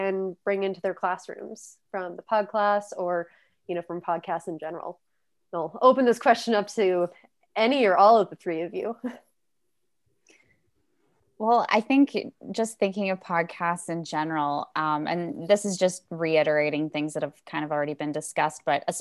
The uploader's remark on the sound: Recorded as a virtual panel session for Shaping the Future 2021